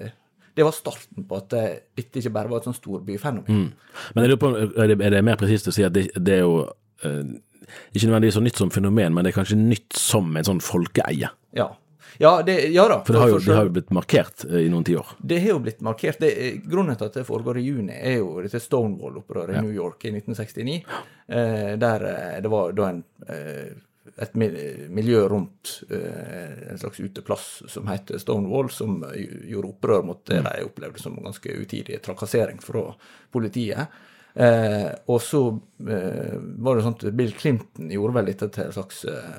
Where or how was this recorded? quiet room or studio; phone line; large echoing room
quiet room or studio